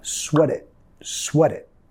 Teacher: tenemos que vincular sweat it, porque suena casi como una palabra